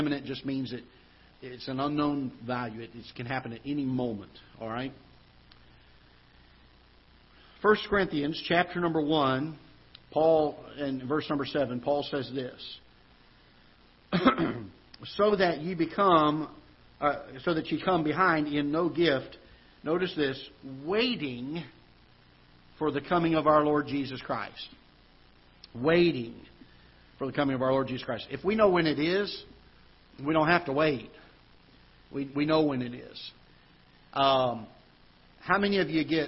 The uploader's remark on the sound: Ketha Heights Baptist Church ~ Live Broadcast.